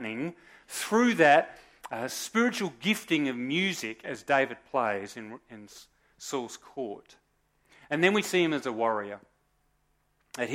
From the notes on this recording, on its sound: Recorded live at Morley Baptist Church